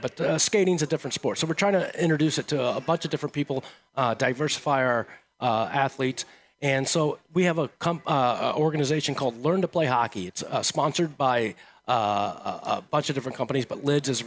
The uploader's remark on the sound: Live From Mousetrap